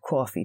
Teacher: The vowels are coming down into the front of the mouth and there's a bit more rounding down in the front of the mouth instead of in the middle or around the back of the mouth. · Term: New York accent